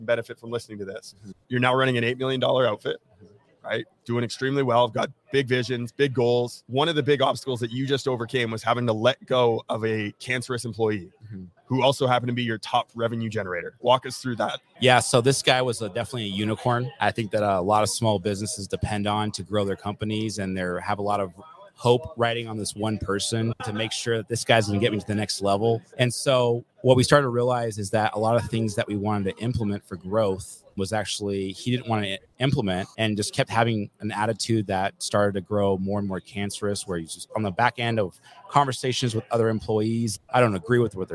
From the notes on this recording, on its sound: We are still live here in Las Vegas, NV for the Profit Rocket Summit